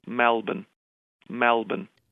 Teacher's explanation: 멜번에 있는 많은 사람은 멜번의 이 발음을 할 때 입을 크게 벌리고 개모음으로